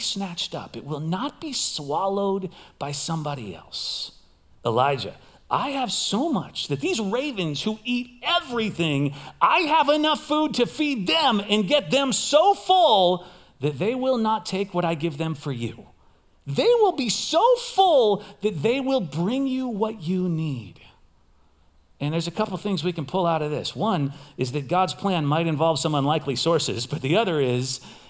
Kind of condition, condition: setting, large echoing room